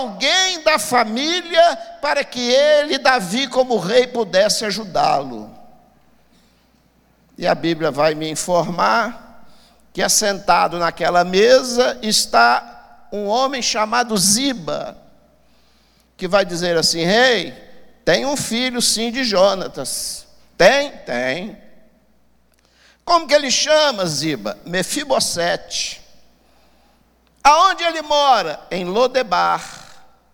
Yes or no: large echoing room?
yes